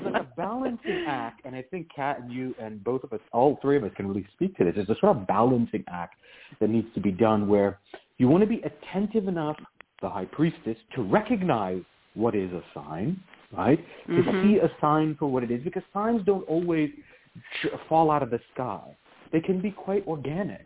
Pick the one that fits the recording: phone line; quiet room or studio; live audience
phone line